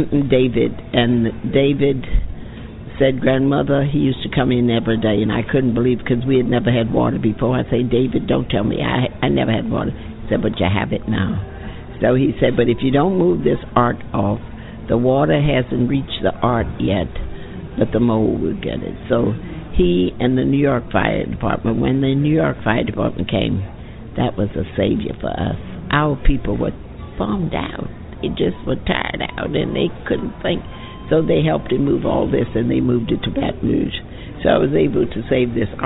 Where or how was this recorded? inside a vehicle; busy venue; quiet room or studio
busy venue